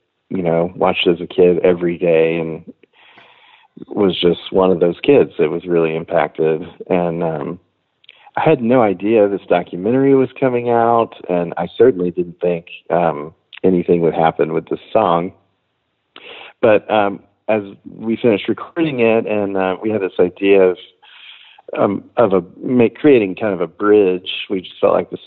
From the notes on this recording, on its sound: talks on the phone